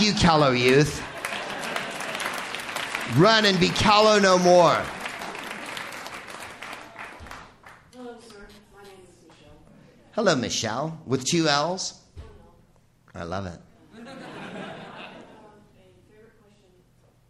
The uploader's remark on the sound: Live from the Bell House in Brooklyn, NY.